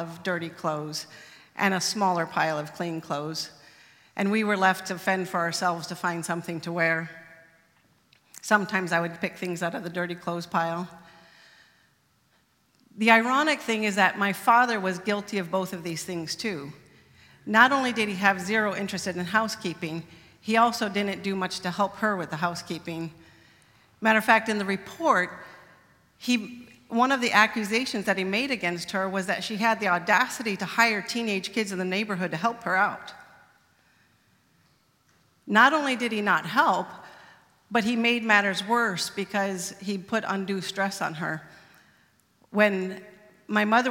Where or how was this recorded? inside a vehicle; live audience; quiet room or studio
live audience